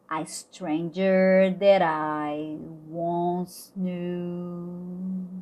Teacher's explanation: o T vai ficar com som de R